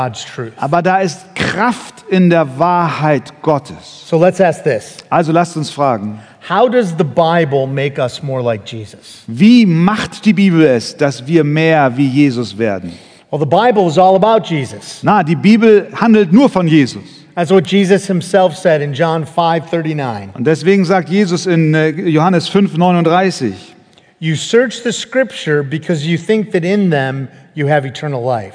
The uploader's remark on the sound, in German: Eine Predigt im Rahmen der Eckstein-Konferenz